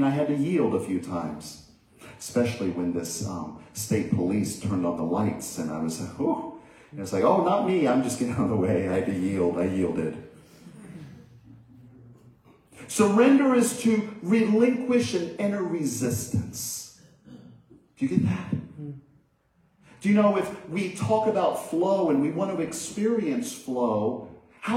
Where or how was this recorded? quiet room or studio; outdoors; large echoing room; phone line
large echoing room